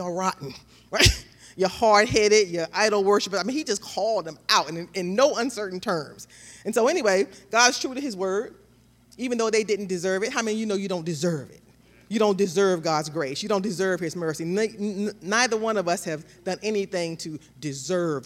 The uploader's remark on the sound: This JAT was recorded live on January 23rd, 2022 at Newark United Pentecostal Church.